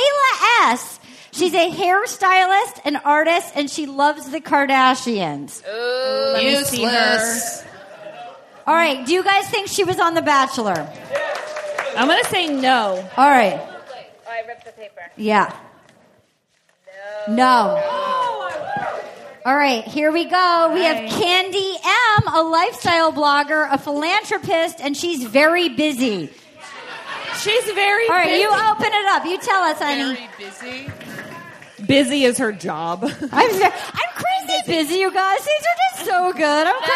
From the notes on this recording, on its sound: live from Austin at the Moontower Comedy festival!